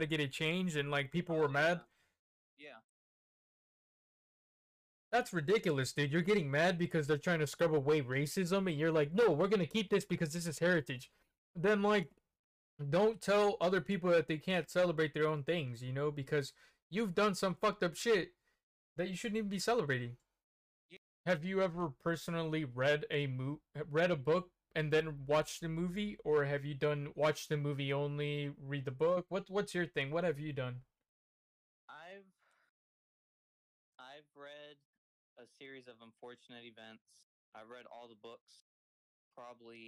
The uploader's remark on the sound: The audio quality fell short this ep